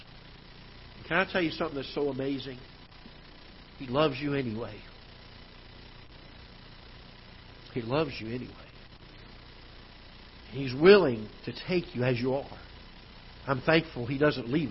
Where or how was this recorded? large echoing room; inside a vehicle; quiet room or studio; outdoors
large echoing room